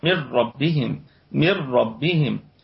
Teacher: لأن النون تدغم مع حرف الراء بغير غنة، إدغاما كاملا بغير غنة. من ربهم، من ربهم، فهذه النون ثابتة رسما محذوفة حكما.